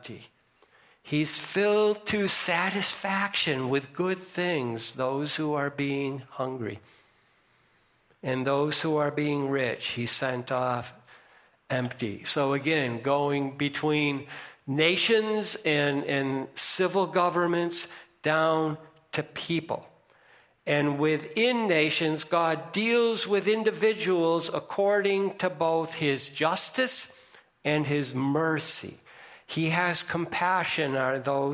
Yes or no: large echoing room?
yes